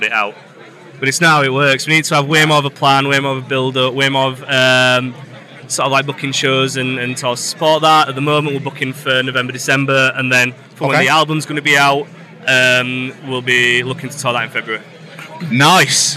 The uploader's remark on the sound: From our 'Live from Bloodstock 2023' series.